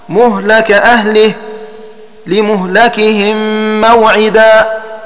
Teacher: فتحصل أن شعبة يقرأ بفتح الميم واللام مهلك لمهلكهم، وأن حفصا يقرأ بفتح الميم وكسر اللام لمهلكهم موعدا مهلك أهله، وأن الباقين يقرؤون بضم الميم وفتح اللام